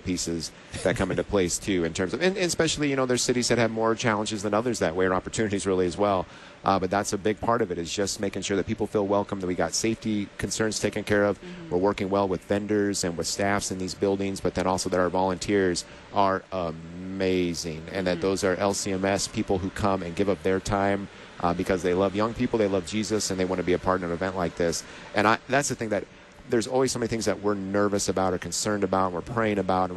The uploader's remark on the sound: Live from LCMS #NYG2019